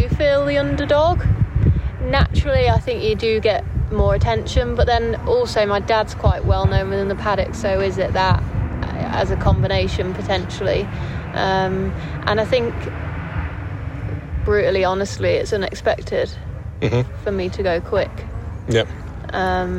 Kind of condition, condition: setting, busy venue